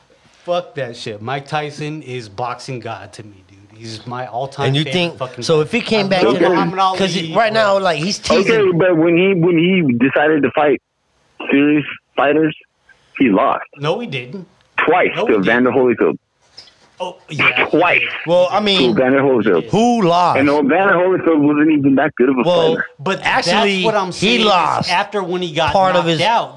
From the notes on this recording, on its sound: phone call 2 Phoenix Arizona